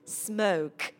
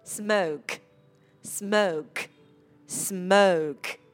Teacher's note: hãy kéo dài âm s ở đầu câu trước rồi hẳn bật chữ smoke